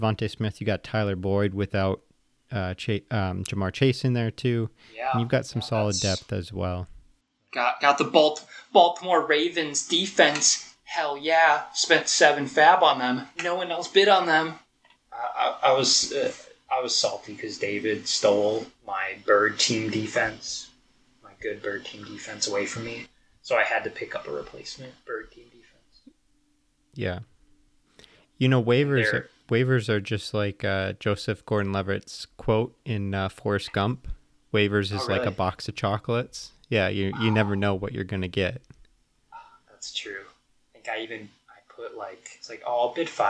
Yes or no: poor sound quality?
yes